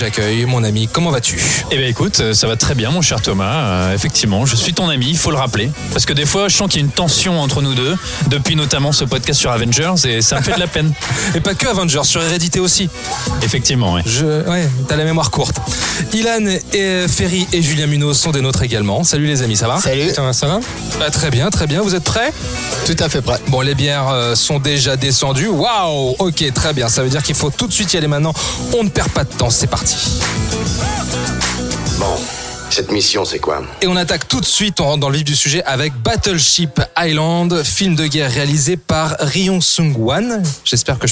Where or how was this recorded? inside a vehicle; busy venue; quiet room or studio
busy venue